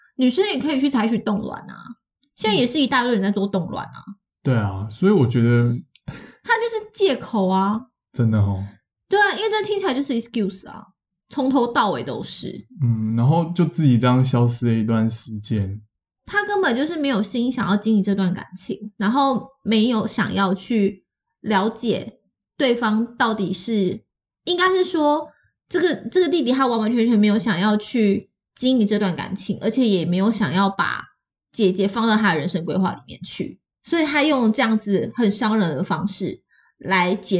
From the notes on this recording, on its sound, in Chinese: 本集錄音當下有點小問題，聲音品質受到影響，請見諒囉！